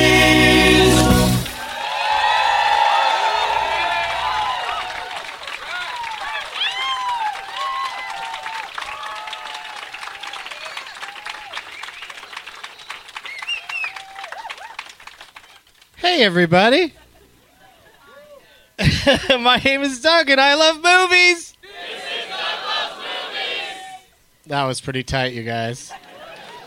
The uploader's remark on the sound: Live at the Punch Line in San Francisco.